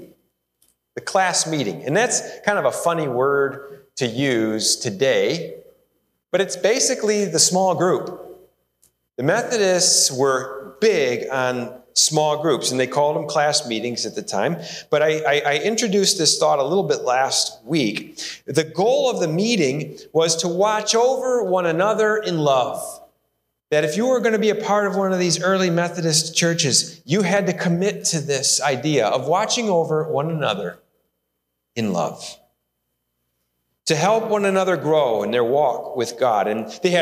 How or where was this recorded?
large echoing room